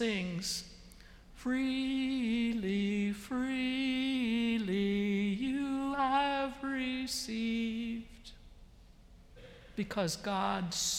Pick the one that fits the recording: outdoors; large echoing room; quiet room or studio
large echoing room